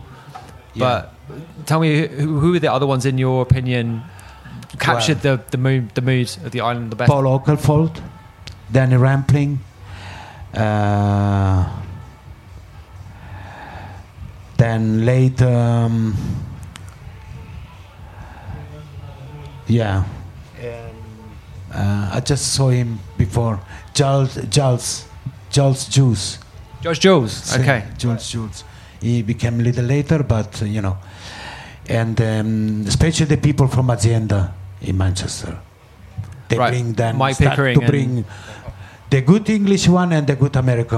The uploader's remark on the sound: Last week we were lucky enough to be invited to record three podcasts at the International Music Summit in Ibiza , better known as IMS. Recording these conversations live, and in front of an audience, is a totally different proposition to a one-on-one chat in a studio or on the phone and this episode reflects that.